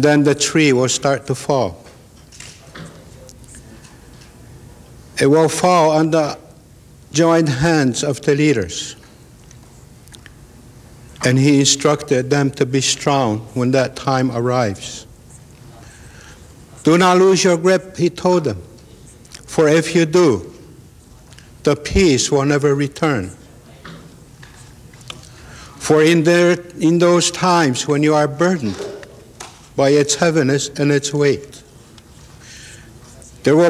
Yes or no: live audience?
yes